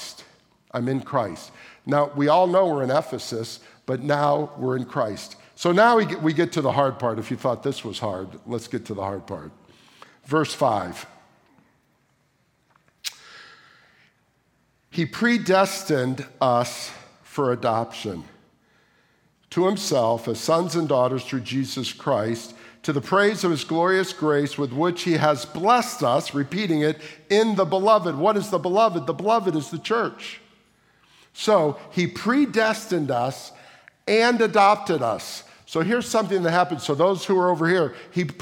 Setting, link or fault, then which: setting, large echoing room